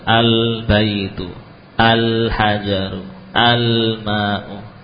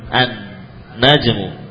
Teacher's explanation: Al menjadi an karena ketemu nun. · Shown in: second take · Term: idgham